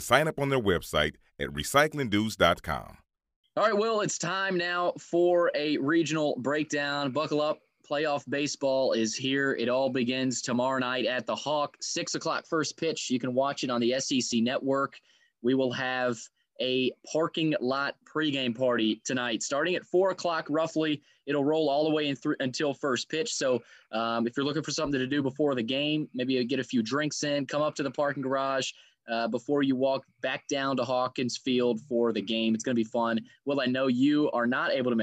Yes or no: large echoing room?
no